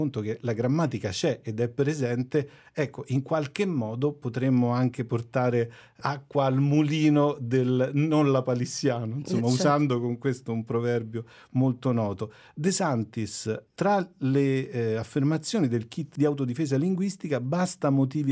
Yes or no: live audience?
no